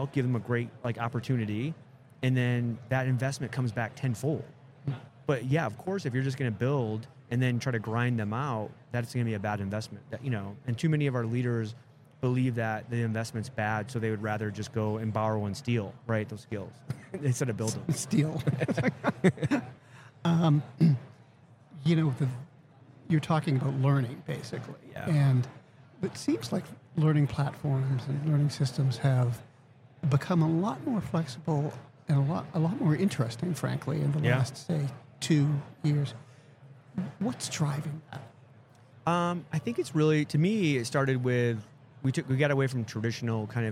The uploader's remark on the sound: Live at the HR Tech 2022 conference